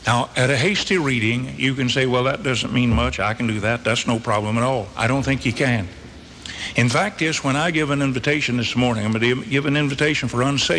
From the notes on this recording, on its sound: This sermon was originally preached on September 11, 1985 at the Northside Baptist Church in Charlotte, NC.